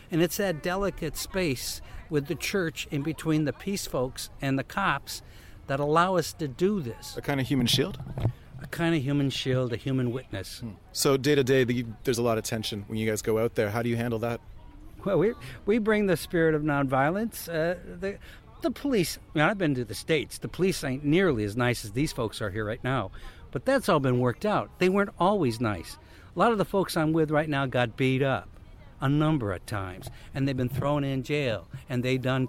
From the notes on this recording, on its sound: Anti-naval base protest in Gangjeong Village. Live music from Gangjeong's Peace Market held last June outside the base construction site.